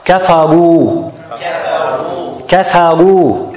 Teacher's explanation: الراء مفخمة and الواو مرققة and the ألف is silent. كفروا. كفروا.